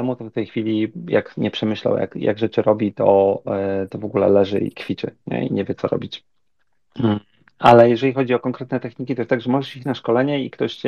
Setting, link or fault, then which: link, video call